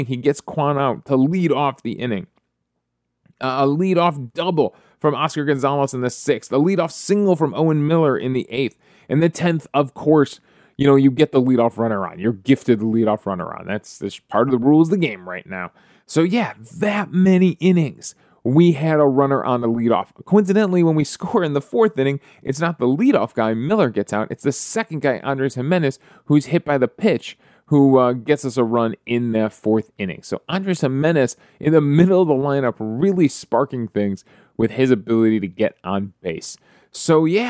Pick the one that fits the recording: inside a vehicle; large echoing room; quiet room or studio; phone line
quiet room or studio